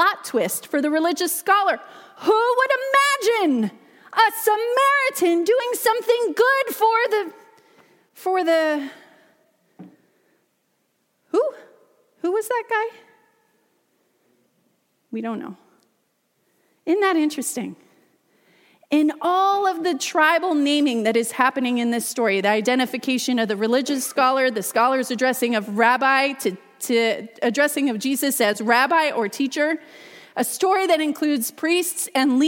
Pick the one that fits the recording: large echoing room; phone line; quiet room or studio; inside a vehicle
large echoing room